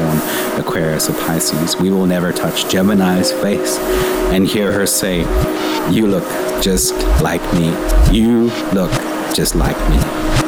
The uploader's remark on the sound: Over the sounds of different airports and subway trains I've been on over the last few years. I find the ambience of subway trains and airports relaxing and I always record a few minutes of the ambient sound around me whenever I'm in a new one. The recordings are from: Paris, London, New York and Los Angeles.